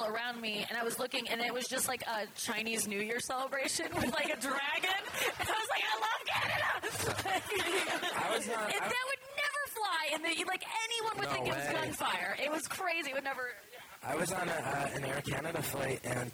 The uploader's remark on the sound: A live podcast at the JFL42 comedy festival in Toronto, Canada. I decided to test this theory by doing a podcast about suicide at a live show in front of a comedy festival crowd.